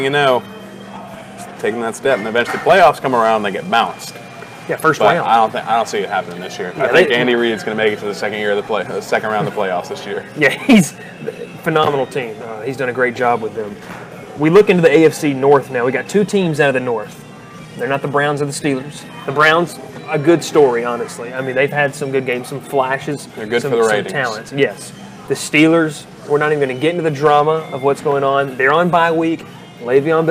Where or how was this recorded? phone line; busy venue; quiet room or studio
busy venue